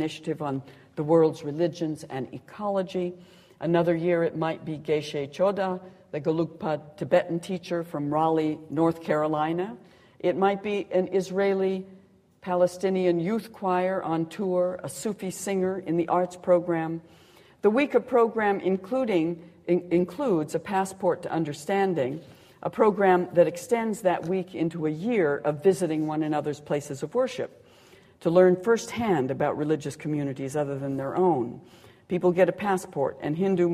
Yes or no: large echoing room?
yes